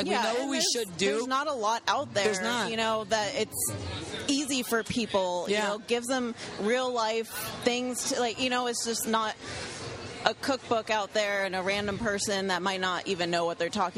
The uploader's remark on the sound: while at the CrossFit Games